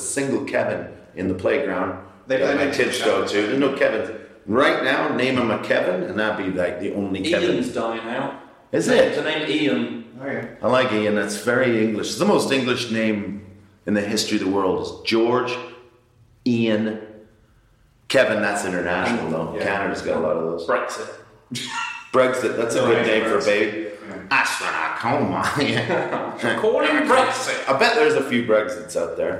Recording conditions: echo